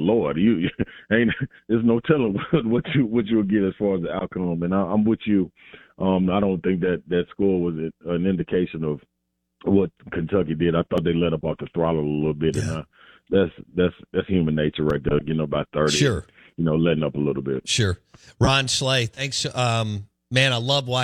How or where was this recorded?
phone line